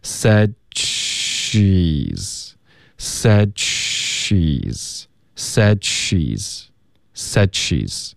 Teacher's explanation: 你舌尖顶上颚，接着发一个 she 的时候呢？你就会自然而然爆一点这个 ch 的音 · 舌尖得顶上颚，said 导致一个干脆的停顿，舌尖顶上颚就封住气流了